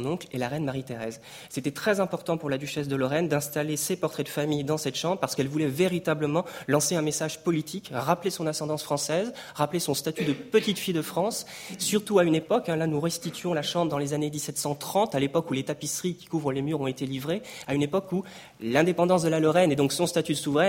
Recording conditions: large echoing room